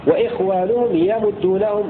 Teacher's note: وقرأ الباقون بفتح الياء وضم الميم